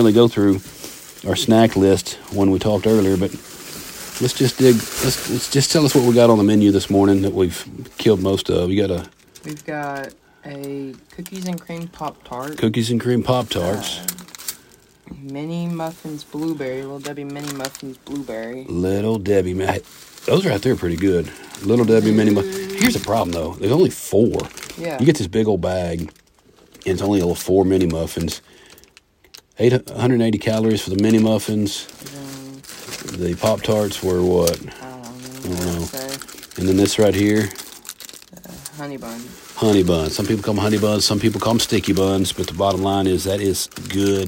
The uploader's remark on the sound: Live from the Deer Blind (Interrupted by a Buck). We were on the road a few days in hunting camp this week so the episode is coming live from the deer blind (almost live).